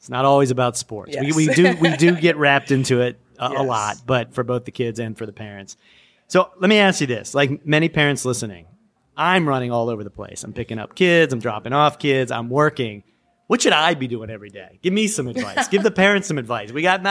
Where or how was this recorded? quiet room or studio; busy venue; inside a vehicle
busy venue